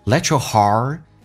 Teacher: T 不发音，这叫略音，后面是一辅音开头